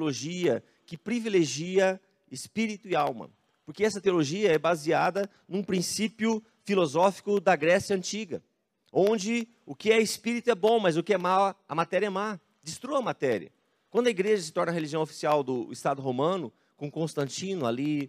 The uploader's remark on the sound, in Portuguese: Em nosso Culto de Celebração. Dia 24/10/2021 na Igreja ABA Curitiba (Transmitido ao vivo).